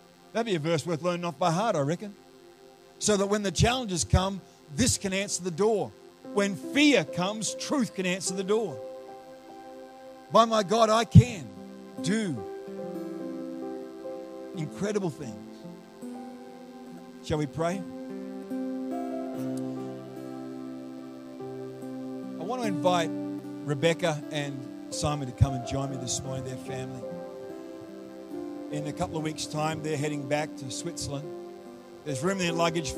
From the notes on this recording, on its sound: The live stream of Destiny Church Atherton